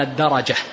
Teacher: ووهم أبو الوليد الباجي ففتح الدال والراء فقال الدرجة